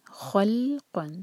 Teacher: لام پر سکون، تو میک شیور کی لام پر جھٹکا نہ آئے